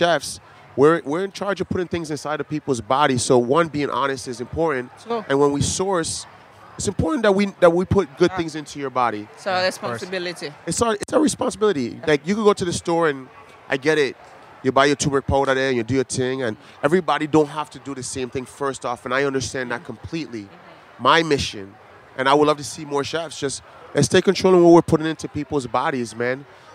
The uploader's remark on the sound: at Charleston Wine + Food 2020